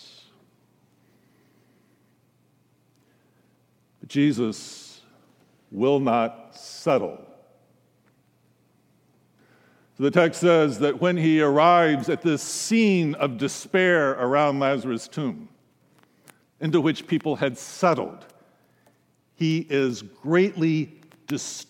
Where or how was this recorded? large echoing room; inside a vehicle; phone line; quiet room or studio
large echoing room